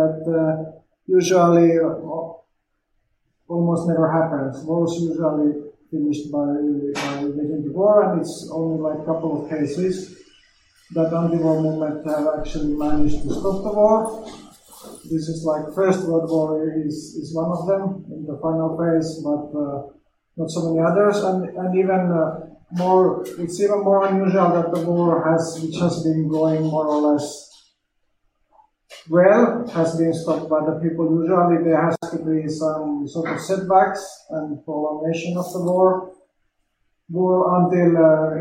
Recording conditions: poor microphone